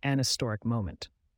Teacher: an is correct before historic if you're not pronouncing the H · Term: silent H